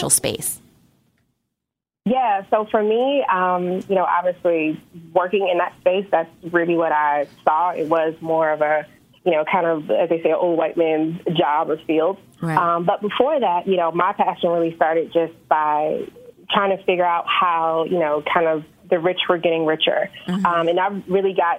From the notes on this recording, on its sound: When you open the phone line up to callers you never know who will call!!